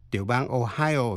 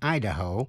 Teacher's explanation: Tiểu bang Ohio nhấn mạnh vần nhì, nhưng tiểu bang Idaho nhấn mạnh vần đầu.